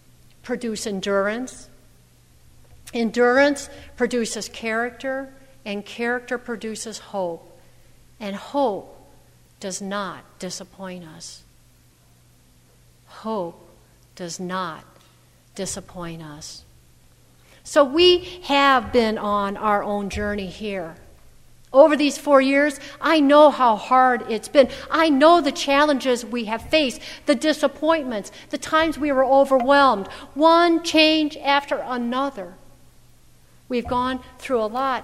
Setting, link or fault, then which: setting, large echoing room